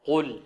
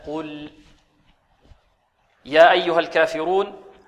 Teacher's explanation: القاف حرف مفخم، فلا بد من تفخيمها وترقيق اللام بعدها